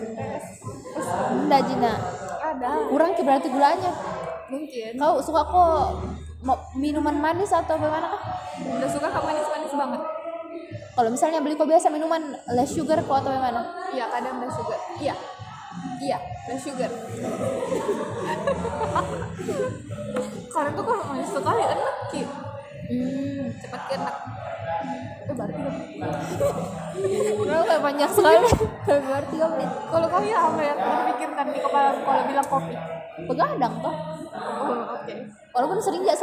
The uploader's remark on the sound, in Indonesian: Maaf kalo backsound-nya berisik, soale belum ada studio nich